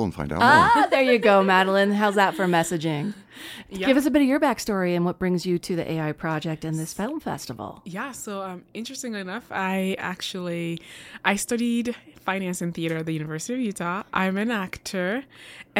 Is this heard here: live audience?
no